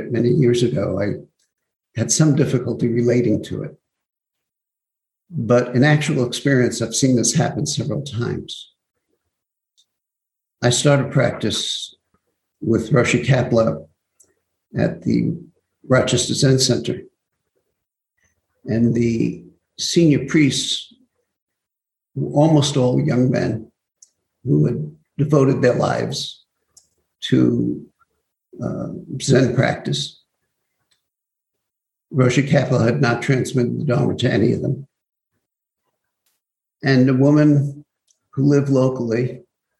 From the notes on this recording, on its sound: Zoom Broadcast